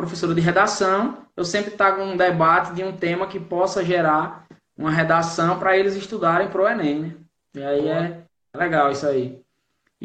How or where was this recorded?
video call